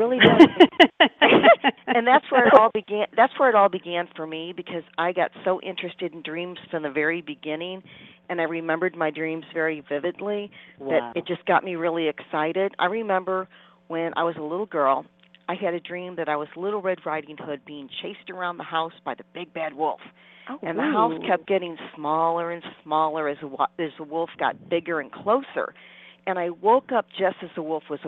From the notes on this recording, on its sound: In the second half of the show, we'll also open the phone lines